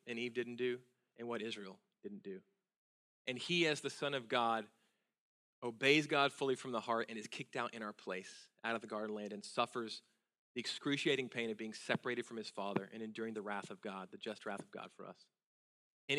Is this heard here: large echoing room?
yes